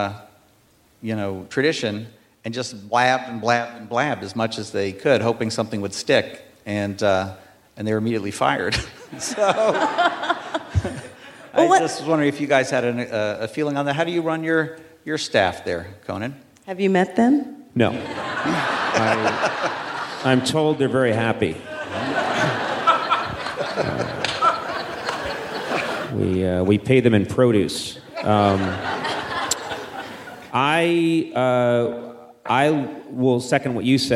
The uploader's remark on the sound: Recorded March 22, 2018, at the Skirball Cultural Center as part of the Writers Bloc Presents series.